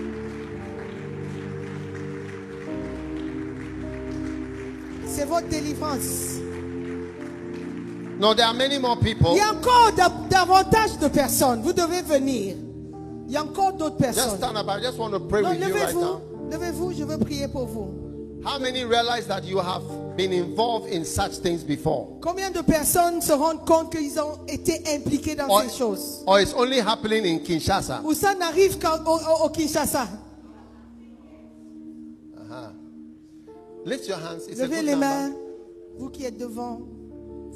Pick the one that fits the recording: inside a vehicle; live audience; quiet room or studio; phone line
live audience